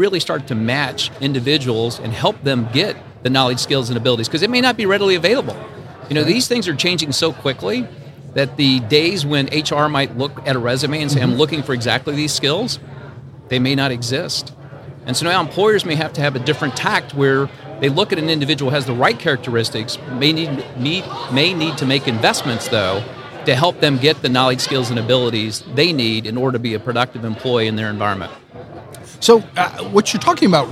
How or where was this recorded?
busy venue